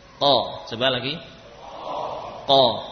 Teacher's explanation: huruf qaf ini berasal dari pangkal lidah ditempelkan kepada langit-langit